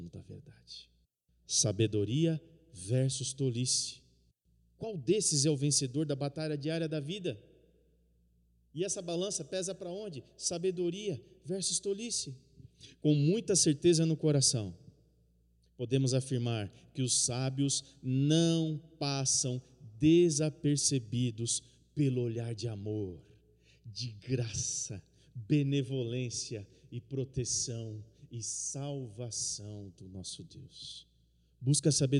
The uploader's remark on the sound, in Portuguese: no culto de quinta-feira, transmitido ao vivo